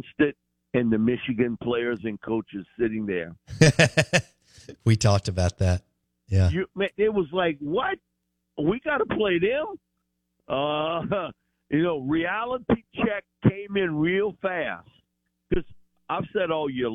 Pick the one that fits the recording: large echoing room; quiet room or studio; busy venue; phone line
phone line